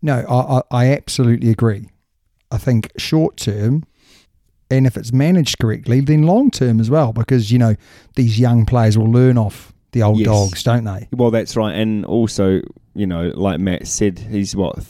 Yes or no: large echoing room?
no